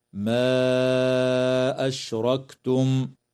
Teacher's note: مد منفصل في قوله تعالى: ما أشركتم، يمد بمقدار 4 أو 5 حركات